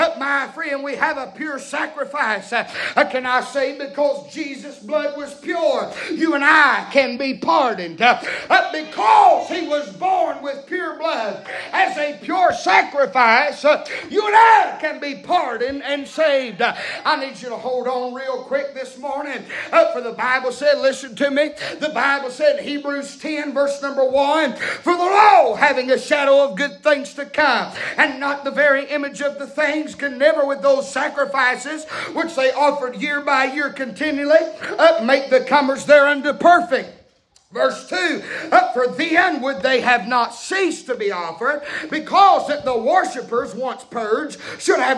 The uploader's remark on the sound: preaching Live from Still Water Baptist Church